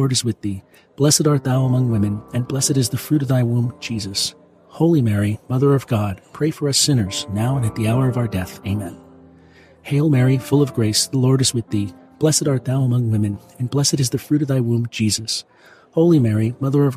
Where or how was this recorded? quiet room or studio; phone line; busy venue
busy venue